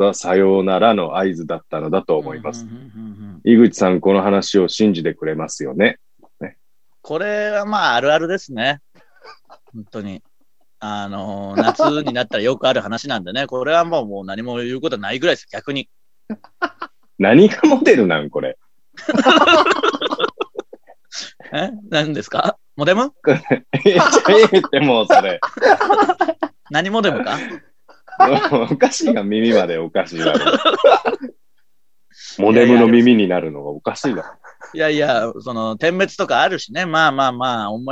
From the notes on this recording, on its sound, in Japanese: 今週は外に出かけようと思っていましたが、土砂降りなのでまたzoomです。